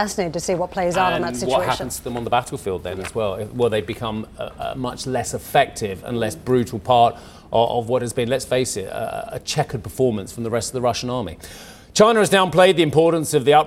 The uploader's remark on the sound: We are live at the first ‘summer’ Davos in Tianjin since the Covid pandemic.